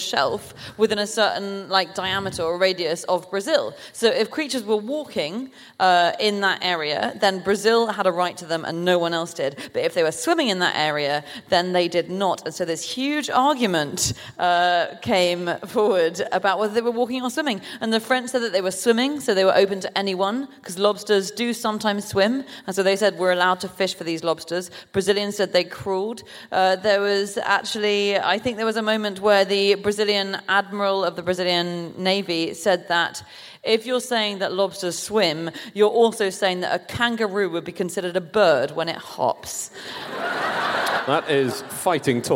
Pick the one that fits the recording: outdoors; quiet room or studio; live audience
live audience